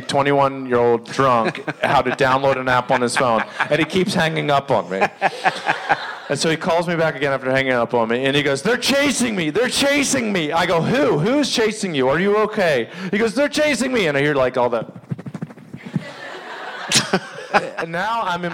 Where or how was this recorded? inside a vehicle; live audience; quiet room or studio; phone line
live audience